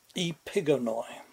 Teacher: Emphasis on the second syllable.